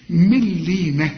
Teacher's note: هنا النون بعدها لام في النطق إذا وصلت كأنها غير موجودة، العلماء بيسموها إدغام كامل بدون غنة، من لينا، شوف مل